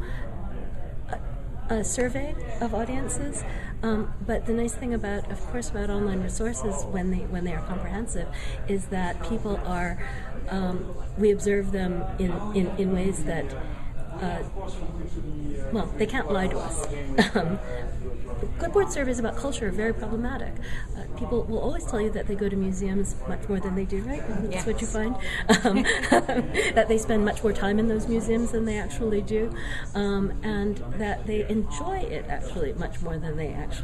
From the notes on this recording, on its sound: talk at the LOD-LAM conference